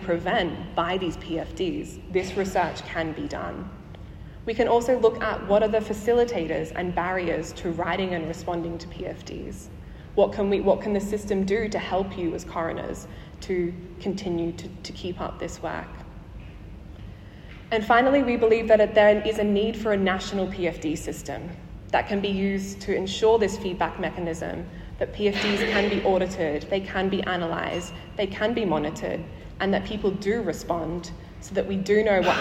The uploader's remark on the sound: Live from the 2023 Chief Coroner's Conference